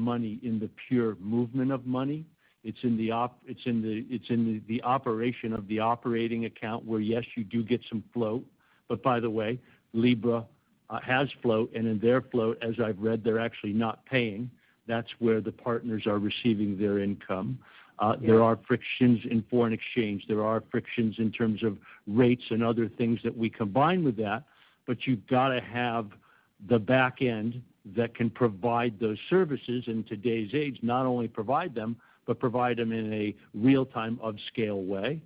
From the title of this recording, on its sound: Earnings Call